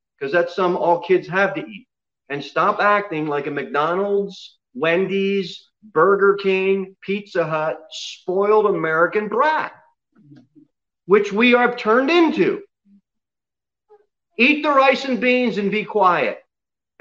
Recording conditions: large echoing room